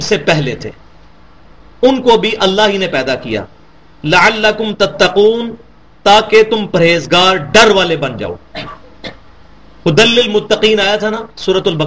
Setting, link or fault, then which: setting, large echoing room